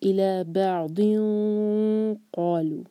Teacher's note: یہاں پہ نون کے ساؤنڈ کو چھپاتے ہوئے قاف کے لیے زبان تیار کریں گے · Term: ہیوی اخفا